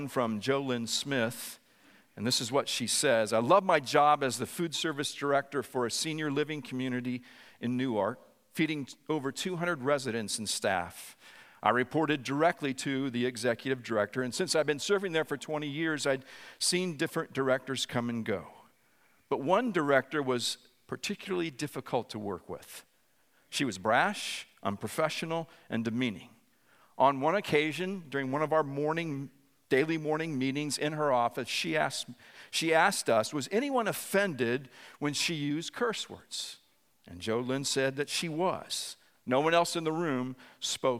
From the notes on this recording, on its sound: preached this sermon at Covenant Fellowship Church on February 19, 2023.